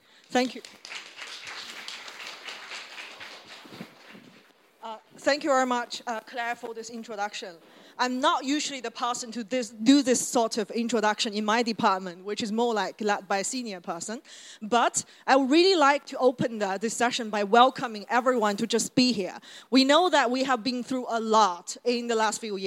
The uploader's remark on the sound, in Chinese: 上海中非关系研究网络（China-Africa Shanghai International Network，CASIN）在上海「那行文化——零度空间」举办了一场中非文化沙龙。活动以中英双语进行，演讲者用英语发言，幻灯片为中文，问答环节可能采取中英双语。本期播客受权分享演讲部分的现场录音。